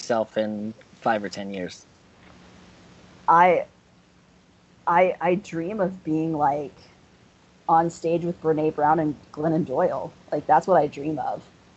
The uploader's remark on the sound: Sorry for the audio quality.